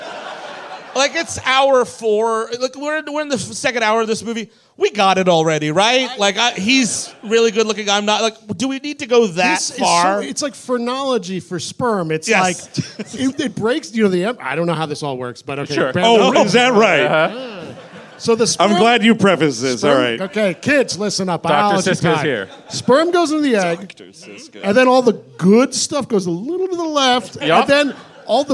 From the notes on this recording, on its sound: At the world-famous Hollywood Improv in Los Angeles, CA. The guys are live in Los Angeles. The guys wear flammable shirts live on stage!